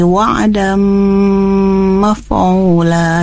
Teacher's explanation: itu kan idgham bi gunnah ya, membacanya masuk dengan dengung